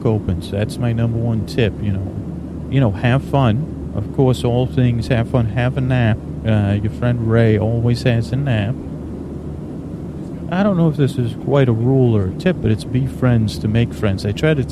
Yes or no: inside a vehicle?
yes